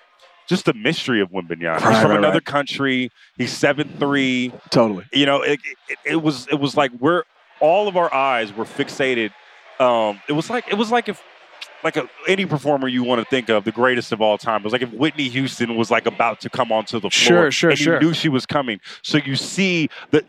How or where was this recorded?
busy venue